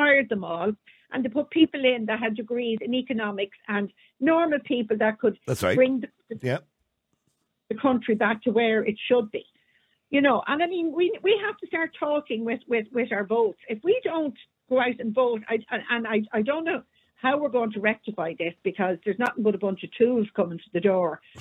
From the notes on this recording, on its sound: Opens the phone lines. Callers weigh in on the concerns of creating disparities.